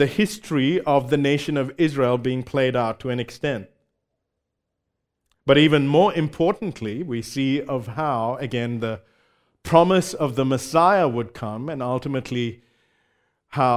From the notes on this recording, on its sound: recorded live at Grace Community Bible Church